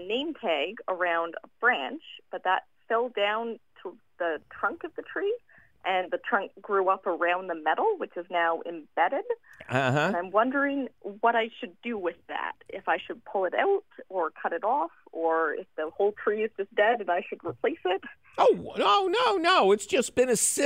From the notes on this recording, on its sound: takes your fabulous phone call questions